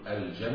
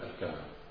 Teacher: إذا عندنا الجيم يقرأها بالكاء · Shown in: second take · يعني مثلا إذا نقول الجمل نقول الكمل. · Term: الجيم المصرية